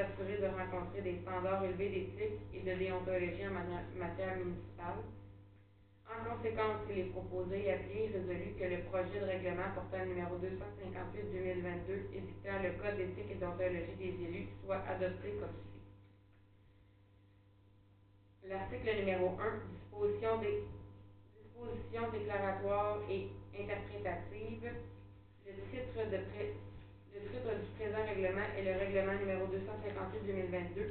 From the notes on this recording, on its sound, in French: Enregistrement de la séance du conseil municipal de Saint-Léon-le-Grand du 11 janvier 2022